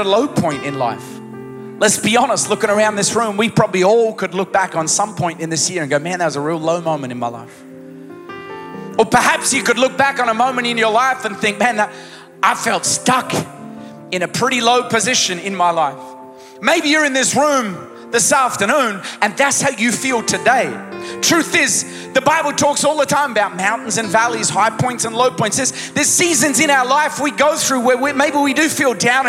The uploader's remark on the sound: Recorded live at Planetshakers Church (Melbourne) on Sunday 17th of December 2023.